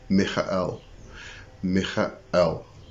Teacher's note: there's a little guttural stop like an apostrophe, and then E-L. So you don't, when you're actually saying the name, you don't actually notice that guttural stop.